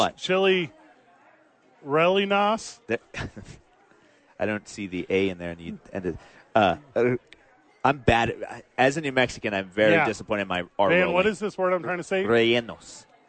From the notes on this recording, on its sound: live at Sadies